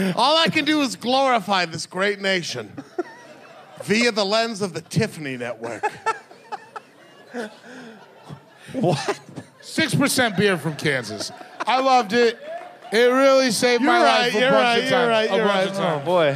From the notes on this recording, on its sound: Another live one for you! This was recorded live in Boston at The Sinclair .